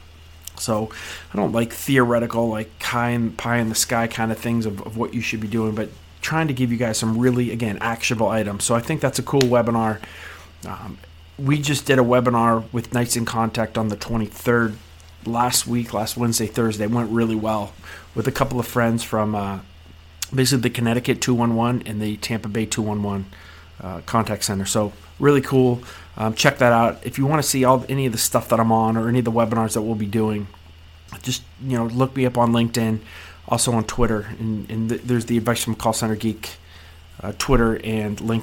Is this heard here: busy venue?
no